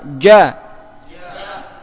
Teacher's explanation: Pangkal lidah mendatar. Sehingga suaranya tipis. · Term: istifal